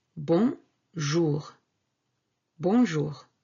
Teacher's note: One word. Bon, nasal, from the nose, and jour.